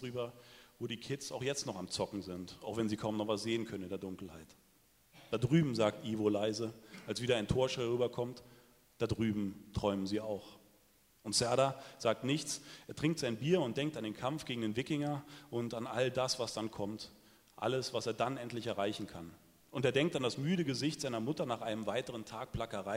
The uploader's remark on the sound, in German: liest live beim Eichborn-Salon in Köln